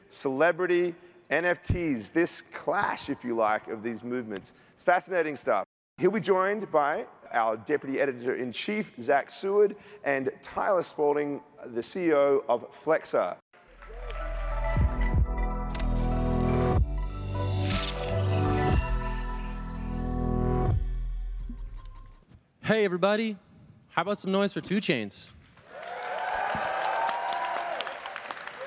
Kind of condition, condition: setting, live audience